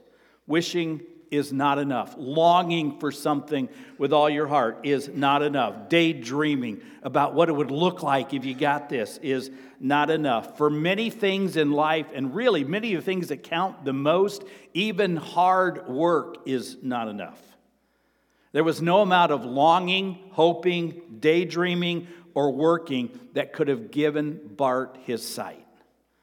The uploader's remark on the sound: Sermon preached on Sunday, March 19, at Avondale Baptist Church.